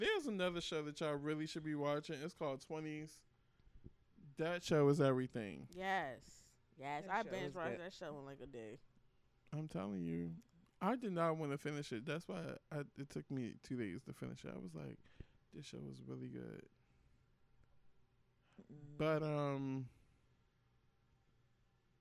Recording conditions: uneven or low level